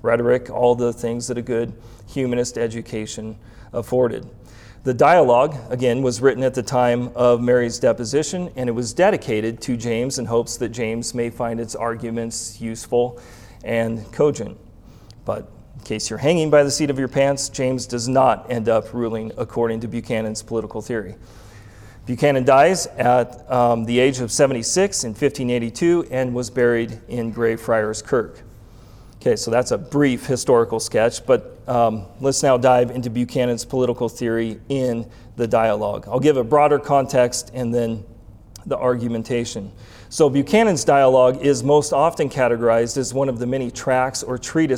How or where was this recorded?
live audience